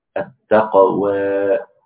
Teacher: فتقول مثلا موسى، التقليد موسى، هذا التقليد موسى، مثلا تقول التقوى فهذا هو التقليل، يعني تقليل فتح الفم، وهي تكون يعني بين الألف والياء ولكن أقرب إلى الألف